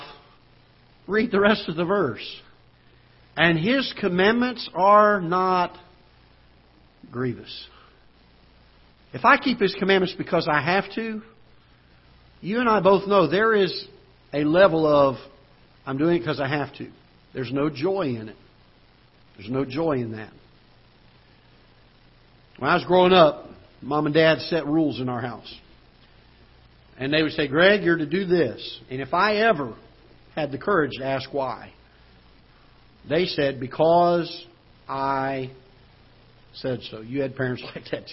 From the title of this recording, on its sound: Ketha Heights Baptist Church ~ Live Broadcast